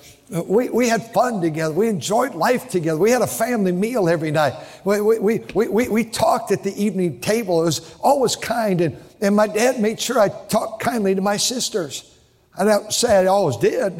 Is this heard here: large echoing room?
yes